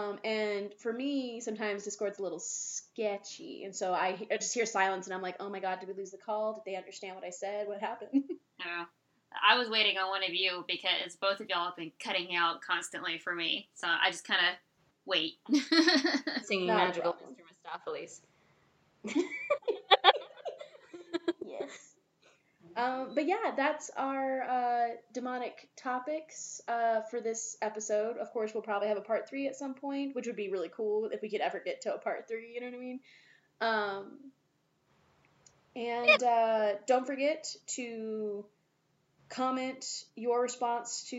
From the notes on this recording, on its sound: Please excuse our audio problems with this episode, we are still troubleshooting our new setup.